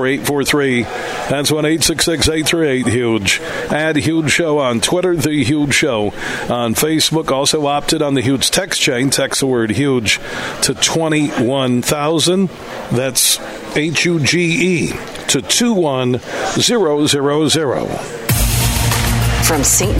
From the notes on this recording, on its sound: Today we're broadcasting live from Draft Kings Sports and Social in Troy Michigan.